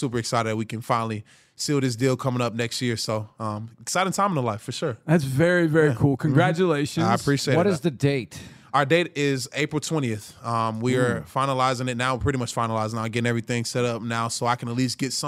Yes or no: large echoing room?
no